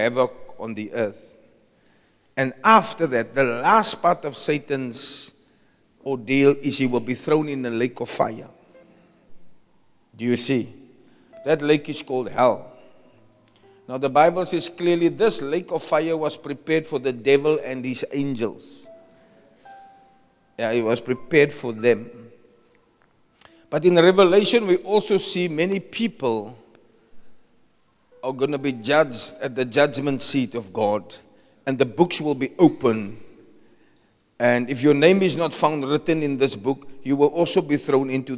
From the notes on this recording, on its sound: Preached at Zion Sanctuary, Cape Town on 19 November 2023